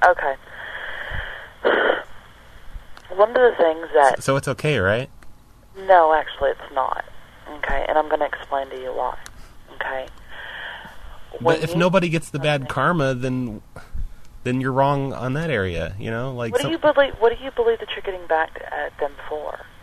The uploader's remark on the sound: RBCP's Personal Prank Phone Calls Collection